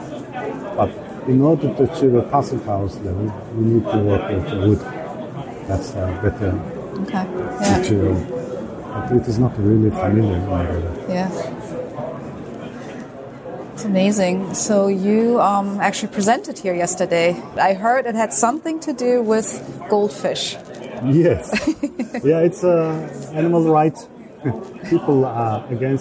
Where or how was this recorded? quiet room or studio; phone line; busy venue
busy venue